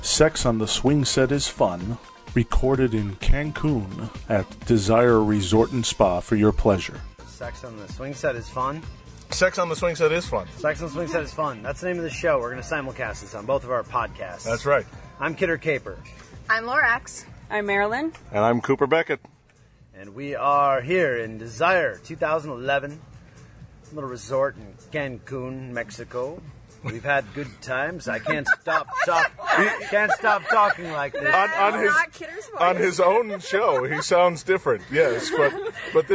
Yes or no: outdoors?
yes